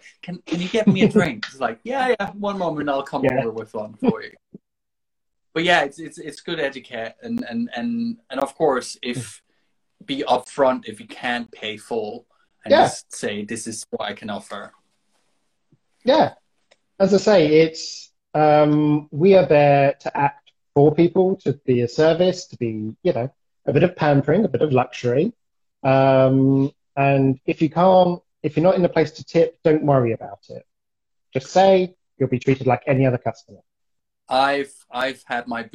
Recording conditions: video call